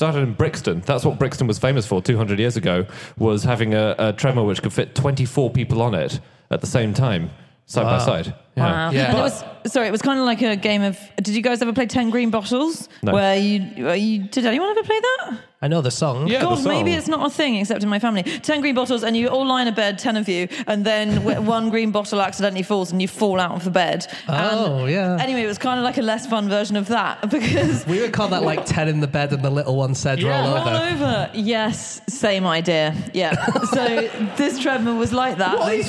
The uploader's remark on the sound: Live from Birmingham